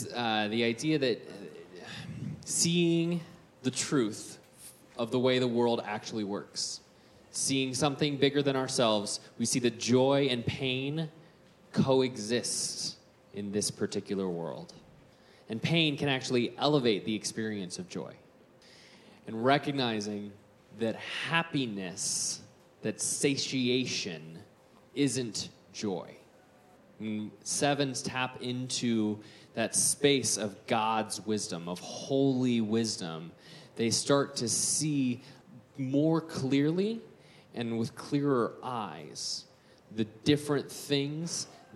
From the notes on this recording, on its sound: Around the Circle hosted a conference about becoming your true self. This audio is a live recording from that conference.